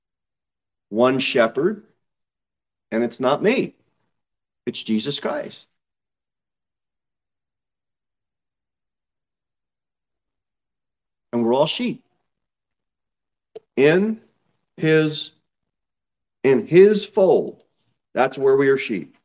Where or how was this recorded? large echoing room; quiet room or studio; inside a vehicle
large echoing room